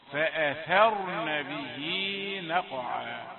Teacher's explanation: نسمع فأثرن ونسمع فاء رقيقة ثم تأتي الهمزة والثاء مفخمتين فأثرن، هذا خطأ كله خطأ. فأثى يعني الحروف الثلاثة مرققة ثم تأتي الراء مفخمة